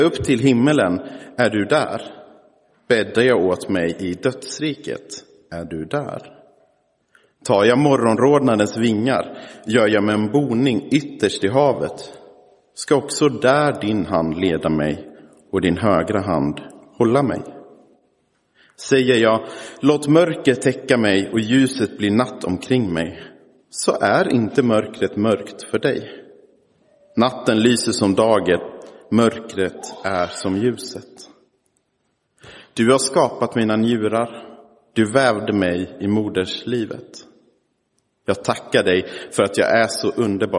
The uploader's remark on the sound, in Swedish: Inspelad i Roseniuskyrkan den 19 november 2023.